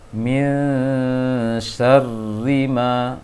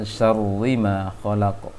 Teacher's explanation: yang tebal hanya bi rabbi saja, sedangkan ri tipis semuanya · Shown in: first take